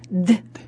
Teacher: Чтобы произнести согласный «д», нужно кончик языка, переднюю часть языка, упереть в верхние зубы. Образуется смычка. Потом эту смычку нужно взорвать струей воздуха. И при этом сделать так, чтобы голосовые связки дрожали. «Д». И получится у нас звук согласный по месту образования переднеязычный зубной, а по способу образования смычно-взрывной и звонкий.